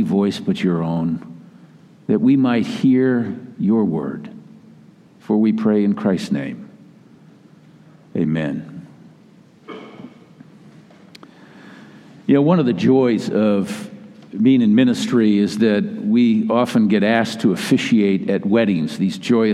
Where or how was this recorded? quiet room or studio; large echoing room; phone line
large echoing room